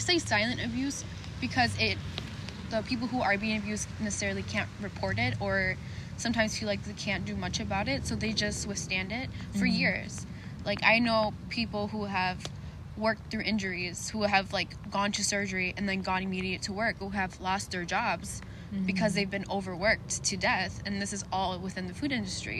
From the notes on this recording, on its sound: excuse the background noises, we were recording outside!!